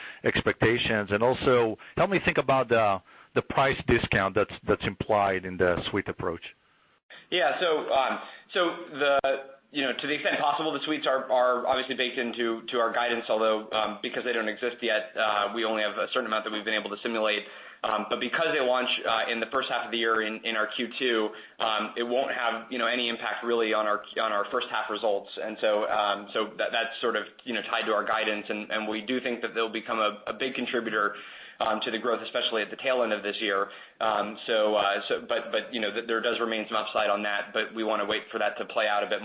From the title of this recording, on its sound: Box (BOX) Q1 2020 Earnings Call